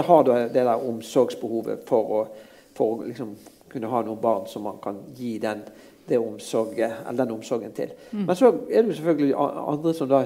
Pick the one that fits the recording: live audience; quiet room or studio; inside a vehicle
live audience